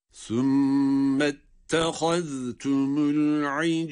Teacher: Bakınız, ayını essesiyle cime bağladık. Sonra cimi kalkale ile okur okumaz hemen lam harfine geçiyoruz. Yine arada boşluk yok.